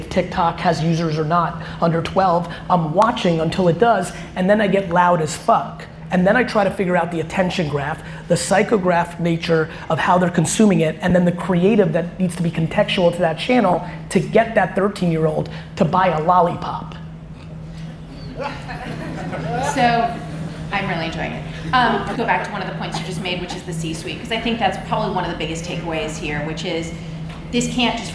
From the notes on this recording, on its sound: A Q&amp;A/Keynote style conversation I had in Cannes at the Young Lions Creative Academy. Young Lions Creative Academy Keynote. A Q&A/Keynote style conversation I had in Cannes at the Young Lions Creative Academy.